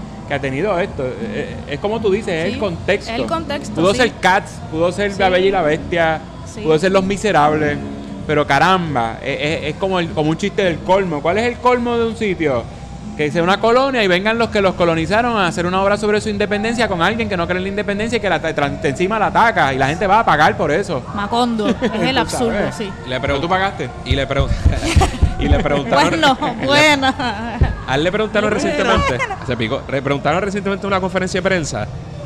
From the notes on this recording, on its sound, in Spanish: Radio Inde desde la SanSe 2019. Conversamos en vivo desde las Fiestas de la Calle San Sebastián 2019.